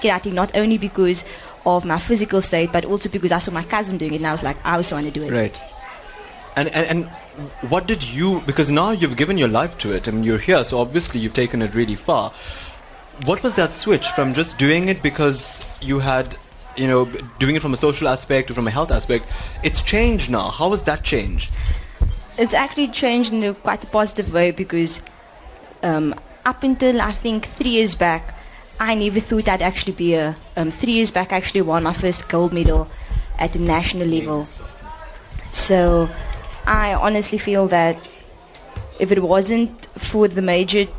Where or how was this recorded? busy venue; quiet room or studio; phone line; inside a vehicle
busy venue